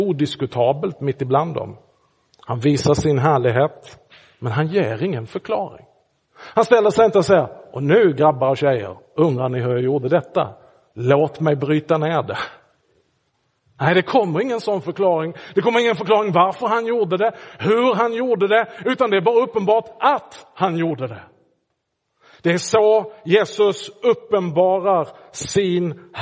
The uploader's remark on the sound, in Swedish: Inspelad i Roseniuskyrkan den 14 januari 2024.